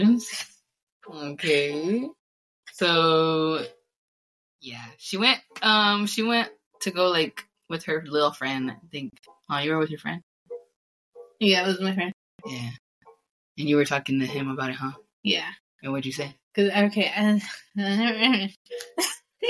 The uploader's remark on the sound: Sorry the audio is booty , I only have one mic babes.